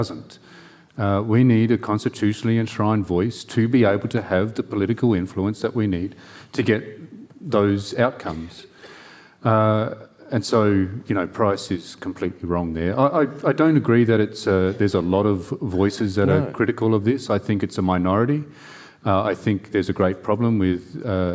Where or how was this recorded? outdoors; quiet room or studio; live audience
live audience